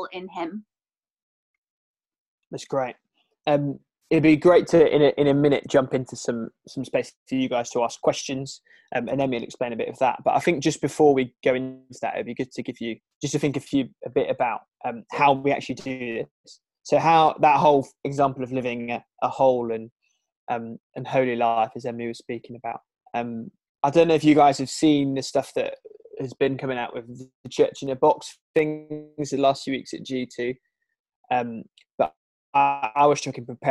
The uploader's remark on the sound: It was filmed over a Zoom call and so we apologise for the poorer sound quality.